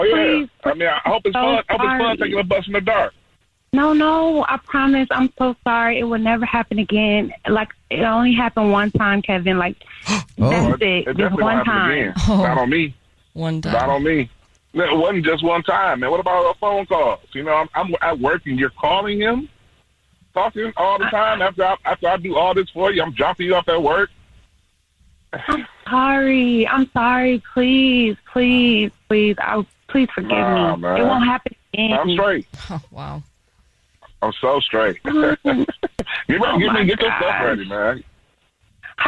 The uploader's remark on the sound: On the phone today.